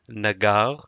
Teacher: the first syllable should have a little bit more of an ah sound to it, so it might sound a little bit more closely to nagar and I just wanted to go ahead and throw that out there.